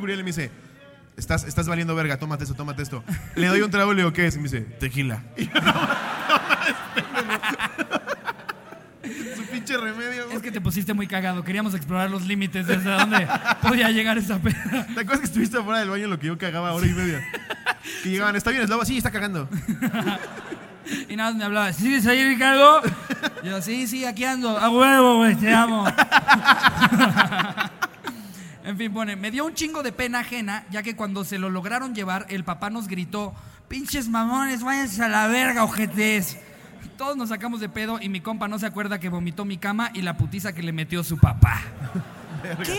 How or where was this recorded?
live audience